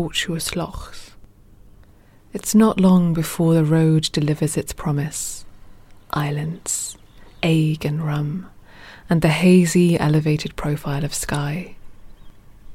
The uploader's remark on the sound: Sit down on the shore in Arisaig and be soothed by waves and oystercatchers. Be charmed and relaxed by a few minutes on a blissful shore in Arisaig, Scotland.